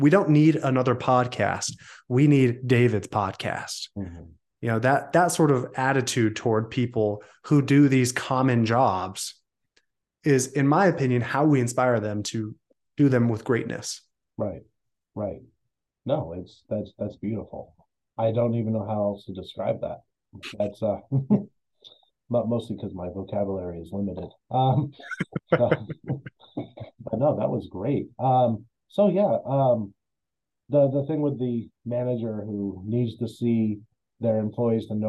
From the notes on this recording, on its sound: Zooms in to the Studio.